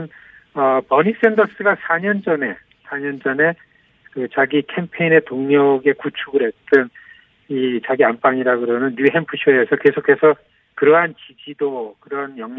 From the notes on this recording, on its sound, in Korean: 전화연결